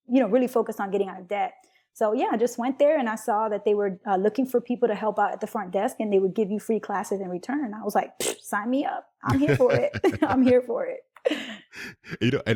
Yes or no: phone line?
no